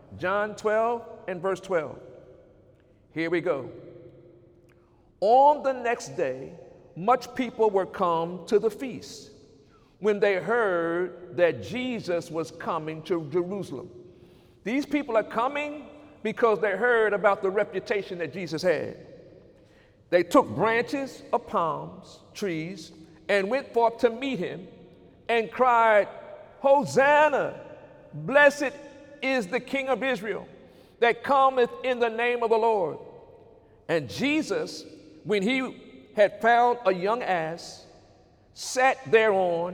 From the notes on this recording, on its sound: During Sunday morning service on April 14, 2019.